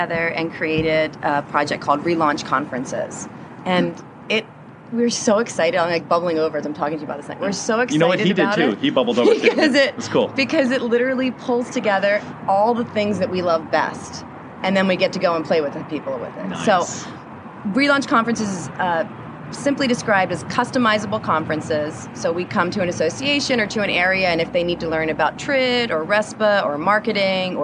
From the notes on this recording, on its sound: This was my first remote episode. Sat on a balcony at the San Diego Convention Center during the 2015 NAR Annual Conference. If you listen closely, you can hear the clang clang of the trolley!